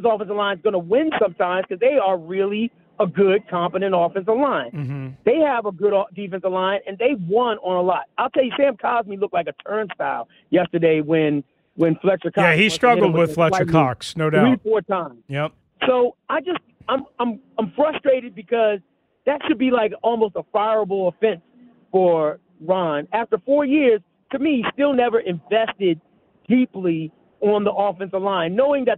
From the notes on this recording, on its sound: Taking your calls. Closing out the hour with your calls on Sunday’s loss.